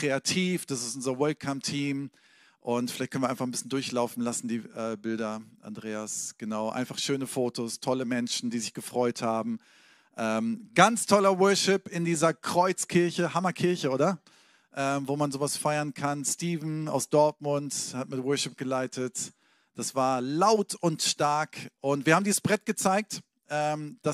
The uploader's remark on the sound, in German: Sonntagspredigt aus dem Standort Bochum.